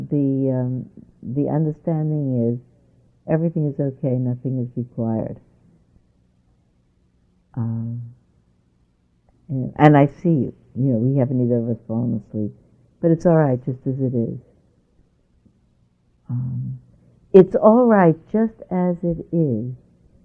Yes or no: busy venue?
no